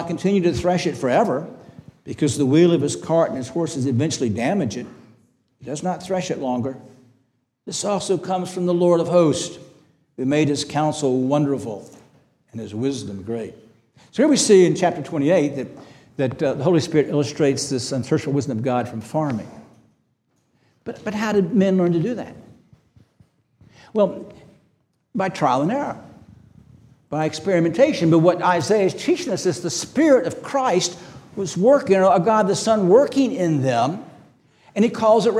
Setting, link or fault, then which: setting, large echoing room